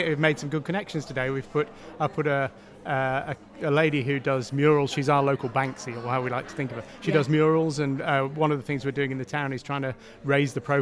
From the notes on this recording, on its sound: Live from the Glossop Business Expo